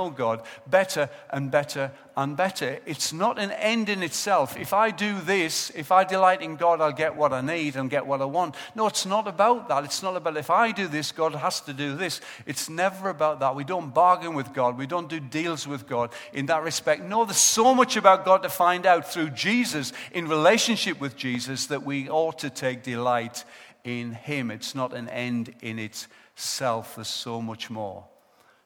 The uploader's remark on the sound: Recorded live at Life Church on Sunday 7th December 2014.